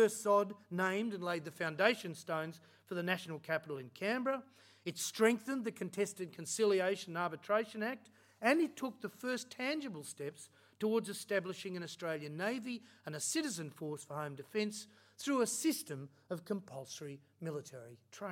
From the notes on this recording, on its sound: Recorded at Australia House, London on 22 October 2019